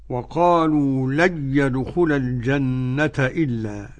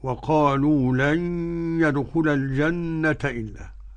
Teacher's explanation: عدم الغنة عند ملاقاة النون مع الياء لخلف عن حمزة · Shown in: first take